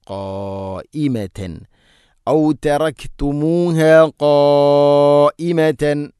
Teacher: അതുപോലെ അവിടെ മദ് മുത്തസിലാണ്. മദ്ദിൻ്റെ അക്ഷരമായ അലിഫിന് ശേഷം ഹംസ അതേ പദത്തിലാണ്. 4-5 ഹർക്കത്തിൻ്റെ ഖദറിൽ നിർബന്ധമായിട്ടും നീട്ടണം.